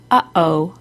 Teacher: A glottal stop is the sound in the middle of uh oh